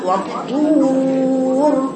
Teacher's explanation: واو رقيقة وبعدين راء مفخمة